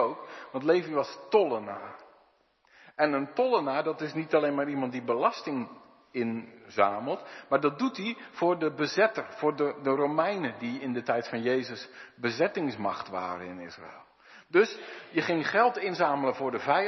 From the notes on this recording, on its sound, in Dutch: De preek is op 29 januari 2023 opgenomen in De Hoeksteen te Haren